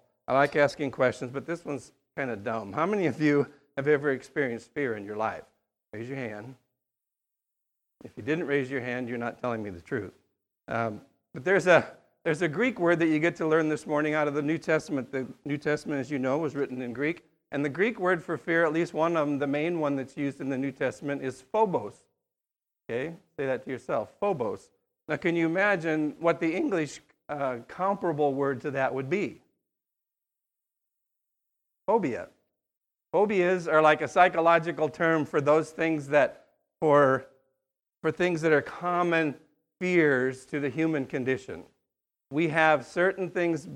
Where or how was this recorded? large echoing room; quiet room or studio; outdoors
large echoing room